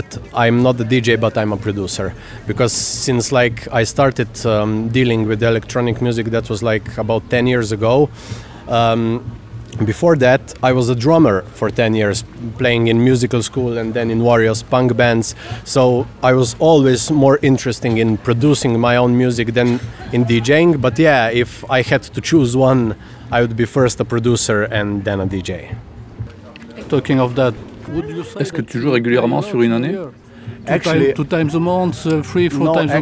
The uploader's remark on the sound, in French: Butik Festival, experience in Tolmin (SL). Prises de sons réalisées en Slovénie, à Ljubljana et à Tolmin, entre le 13 et 16 juillet 2022 durant la 4ème édition du festival de musiques électroniques, Butik.